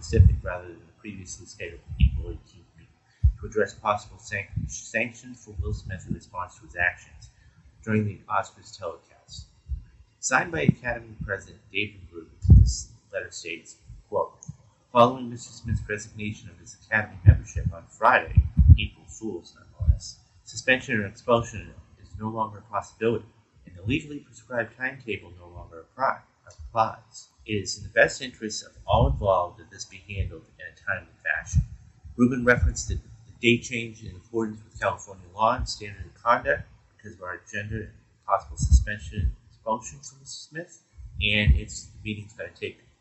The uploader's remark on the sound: Audio is a little choppy sorry.